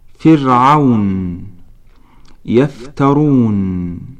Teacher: للشفتين مخرجان تفصيليان، ألف بطن الشفة السفلى، وهذا المخرج يحدث بالتصاق بطن الشفة السفلى برأس الثنيتين أو بأطراف الثنايا بشكل أدق، ومنه يخرج حرف الفاء